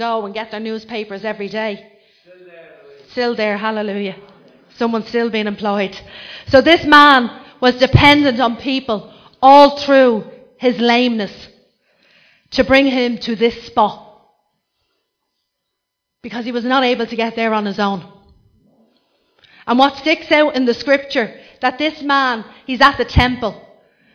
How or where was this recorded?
large echoing room